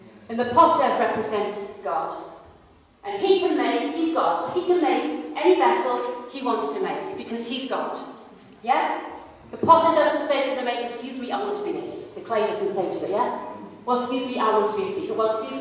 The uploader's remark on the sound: KCC's morning service. Please note that this is a live recording and at times audio quality may be affected by external circumstances.